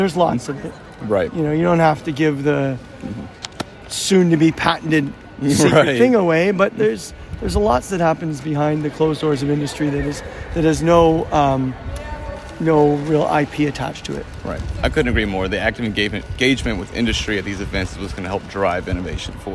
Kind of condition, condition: setting, busy venue